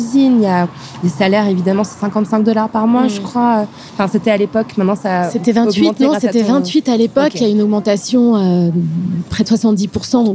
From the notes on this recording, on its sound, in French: Dans cet épisode bonus enregistré le 22 avril 2017 lors de la journée “Fashion Revolution”. Installées au bord du Canal Saint-Martin.